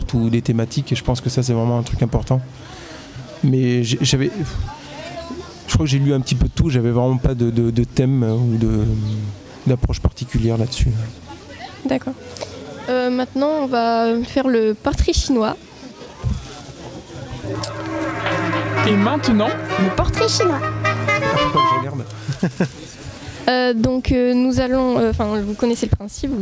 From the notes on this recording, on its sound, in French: Toute une émission en direct le 4 juillet de 9h à 18h à l'occasion du LIVRODROME qui proposa ce jour-là sur le quai Baluze à Tulle. Toute une émission en direct le 4 juillet de 9h à 18h à l'occasion du LIVRODROME qui proposa ce jour-là sur le quai Baluze à Tulle.